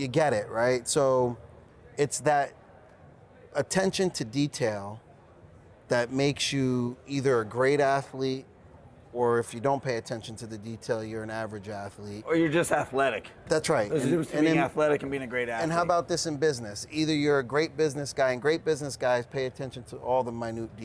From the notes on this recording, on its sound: Live from New West Summit